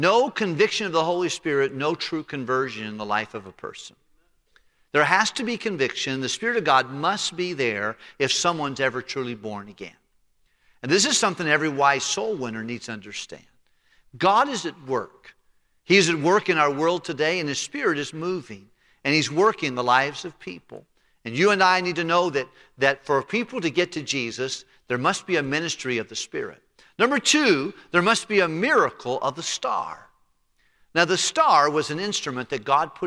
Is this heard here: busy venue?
no